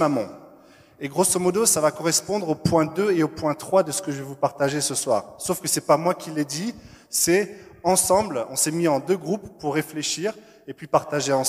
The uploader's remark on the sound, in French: Enregistré à l'église CVV, le 07/02/2021